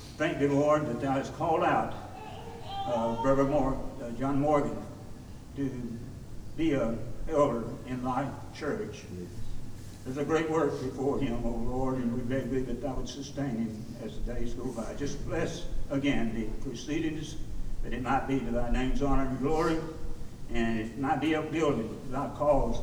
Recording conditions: large echoing room